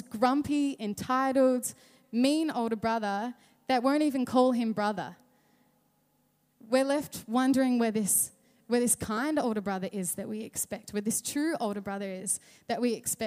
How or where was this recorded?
large echoing room